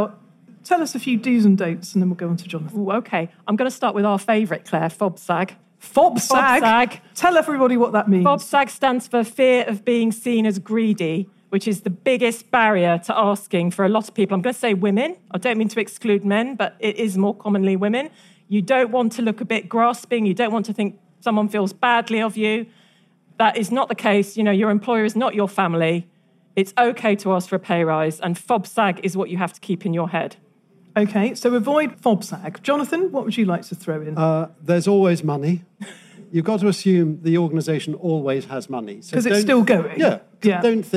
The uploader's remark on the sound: At the recent FT Weekend Festival in London